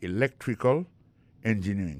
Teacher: accent tombé dans electrical là, sur le deuxième syllabe là